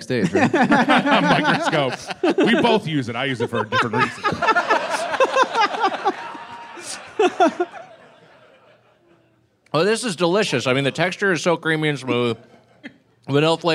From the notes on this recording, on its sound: Recorded live at Zanies Comedy Club in Nashville on 4/20/22.